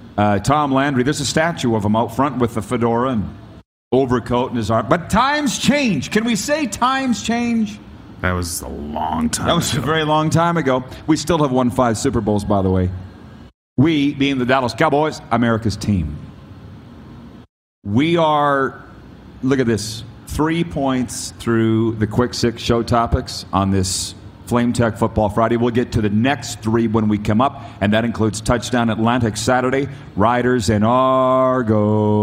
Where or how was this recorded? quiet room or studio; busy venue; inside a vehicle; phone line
busy venue